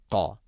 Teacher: ഖാഫ് തൊണ്ടയുടെ മുകൾ ഭാഗം കഴിഞ്ഞ് ചെറുനാക്കാണ് മഖ്റജ്